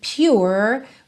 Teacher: você teria pure com a língua enrolada. Já no inglês britânico, você vai ter pure, pure.